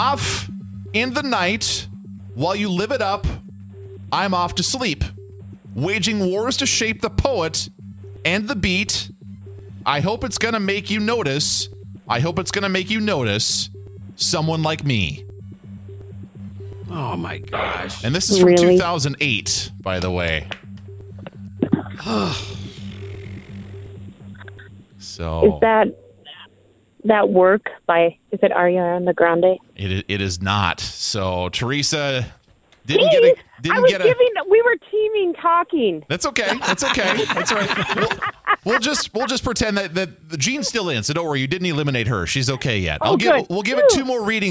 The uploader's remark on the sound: In a Lyrics Game first, a listener joins the show on the phone to compete in the game for a chance to win a prize.